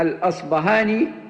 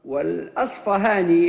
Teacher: لأن الباء المهموسة التي هي تعرف بالباء الفارسية كما هي في اللغات الأوروبية العرب يتصرفون فيها بإبدالها إما باء مجهورة كما في الأصبهاني أو فاء. وبعض أهل العلم ينسبون إبدالها باء إلى أهل المغرب وإبدالها فاء عند المشارقة.